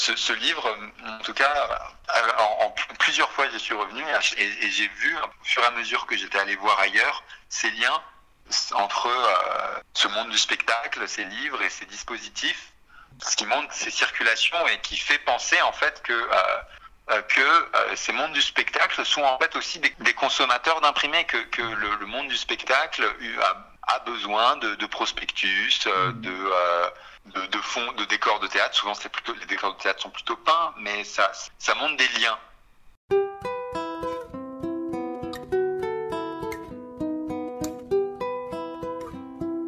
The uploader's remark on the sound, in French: Cette émission fut réalisée à partir d’un entretien téléphonique